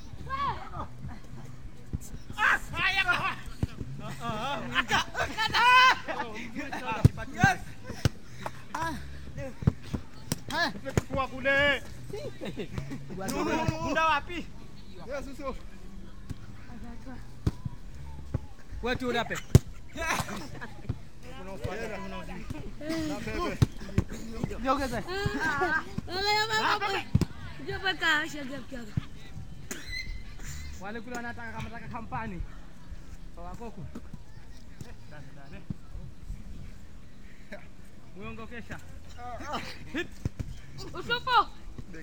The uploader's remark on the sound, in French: Enregistrement sur une plage de Zanzibar en avril 2005.